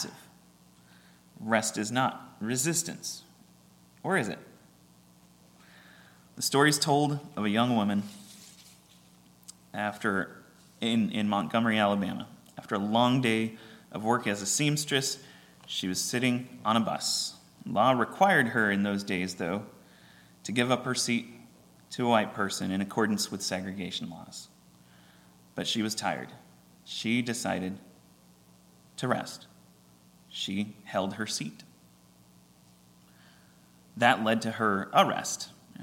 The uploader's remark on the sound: at Ringgold Seventh-day Adventist Church